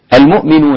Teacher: المؤمنون هنا أبدل الهمزة واوا